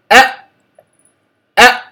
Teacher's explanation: لم يجري، إنما انحبس الصوت، مجرد إن أنا سمعت صوت الهمز انحبس خلاص لا يجري، وهذا مخرج محقق وليس طويل أو له امتداد، هو له حيز معين ينحبس فيه الصوت. · Term: الشدة